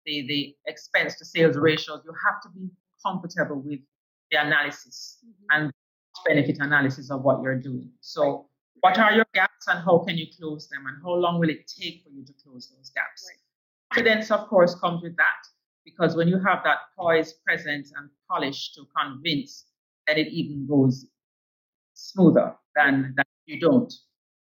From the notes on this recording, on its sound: I apologise for this episode's sound quality